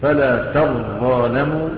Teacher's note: تشديد الظاء دليل على إدغام التاء فيها